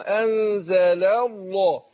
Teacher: اللام انزل مرققه، ولام لفظ الجلاله مفخمه، انزل الله.